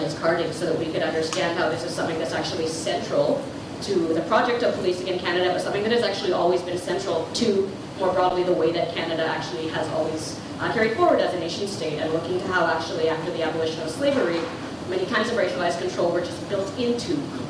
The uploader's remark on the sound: This show featured audio from a panel discussion at Concordia University. The panel was part of the Week Against Police Brutality.